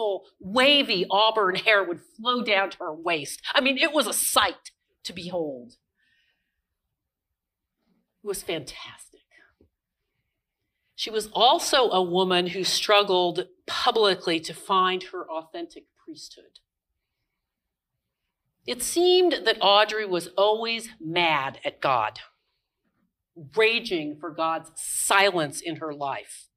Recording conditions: large echoing room